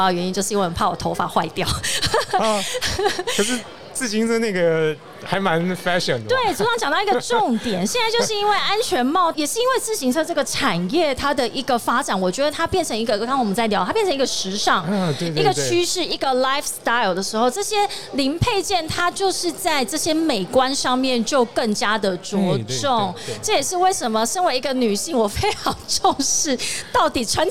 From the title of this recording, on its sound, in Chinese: 2022 Taipei Cycle台北國際自行車展-Live Podcast